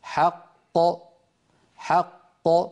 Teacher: فإن القلقلة تكون للثاني منهما، لأن الأول مدغم يخرج بالتصادم بين طرفي عضو النطق وعليه، فلا أثر للتشديد على وضوح قلقلة مشدد، فالقلقلة في الحج مثل القلقلة في بهيج.